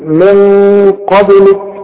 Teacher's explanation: القاف مفخمة، هنفخم الغنة من اجل القاف دي، والغنة هتخرج من الخيشوب من المناخير كده، هنقول من قبلك خلاص.